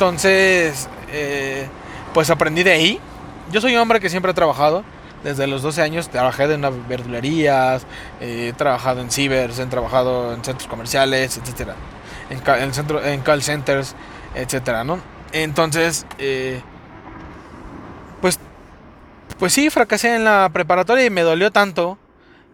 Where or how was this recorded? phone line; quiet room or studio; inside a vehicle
inside a vehicle